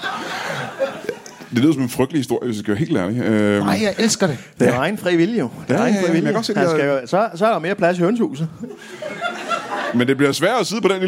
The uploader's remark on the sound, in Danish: LIVE fra Næstved